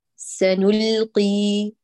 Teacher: سنلقي القاف من بقعتها وتفخم نصفيا وتنقى تماما